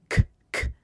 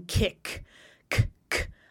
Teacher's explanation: I'm stopping the air completely, and then I'm releasing it. That's what we can call a real end of the consonant spectrum sound, stop consonants.